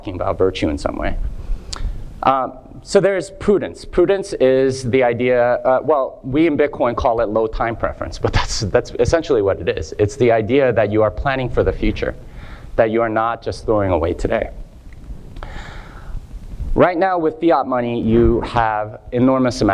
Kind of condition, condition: setting, live audience